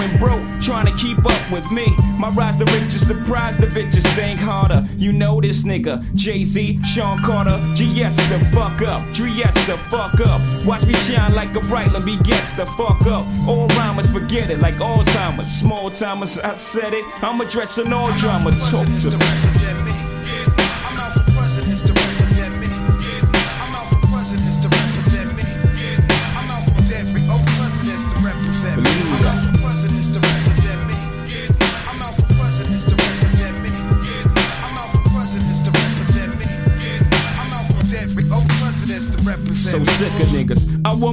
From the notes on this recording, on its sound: LIVE FROM 1ST IMPRESSIONS BARBERSHOP.